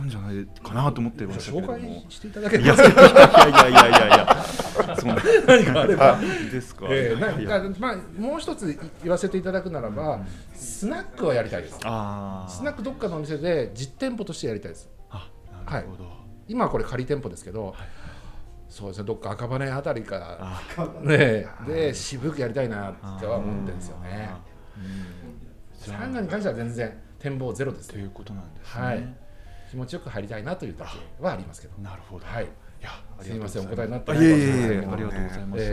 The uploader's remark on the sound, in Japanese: 今週はスナックぬれずきんを開催した際に行なった公開収録の模様をお届け！新宿区某所にあるプライベートサウナ 【COMANAI SAUNA】 でのトーク。リスナーの方々にもご参加いただいてます！